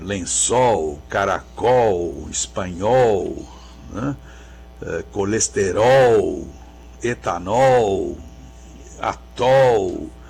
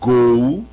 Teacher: as palavras que terminam em ol, O-L, em português, tendem a ter esse O aberto · Shown in: first take · né? Mesmo quando elas têm mais de uma sílaba, né?